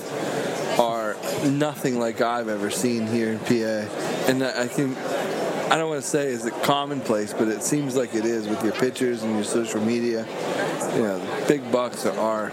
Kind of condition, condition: setting, busy venue